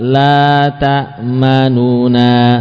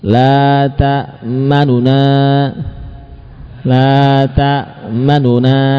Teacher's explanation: Kemudian cara yang kedua selain ismam ini ya, selain la ta'manna adalah cara membaca nun tasydid diuraikan menjadi nun dua dhammah dan fathah, namun nun yang dhammah dibaca 2/3 harokat sehingga ukurannya lebih cepat daripada satu harokat · Shown in: second take · La ta'manna, la ta'manna ya, lebih cepat sedikit ya ukurannya. · Term: ikhtilas